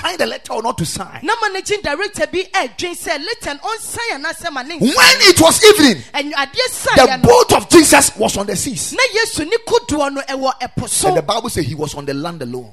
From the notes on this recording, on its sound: Preached at the Ekklesia Chapel